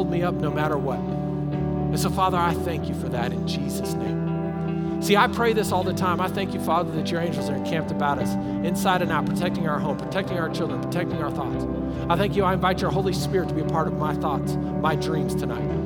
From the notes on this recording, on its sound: Recorded live during our Sunday morning service